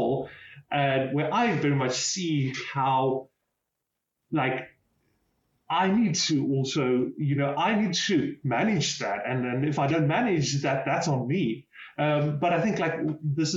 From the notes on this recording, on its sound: Recorded with Riverside. Recorded with Riverside.fm.